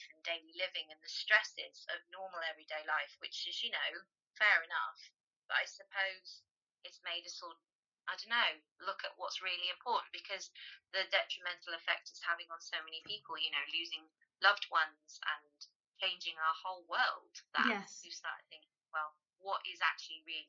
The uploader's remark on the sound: Apologies in the sound, there was a little spider on my mic and I wasn't going to touch that dude during a converstation.